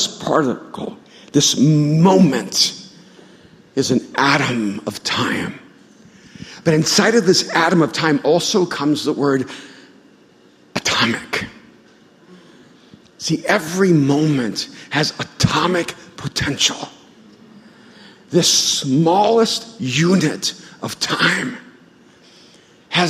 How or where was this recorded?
live audience